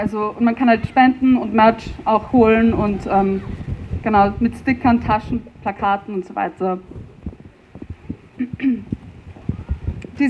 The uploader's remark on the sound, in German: Hanau-Gedenken in Wien. Ungekürzte Aufnahme der Reden auf der Gedenkveranstaltung.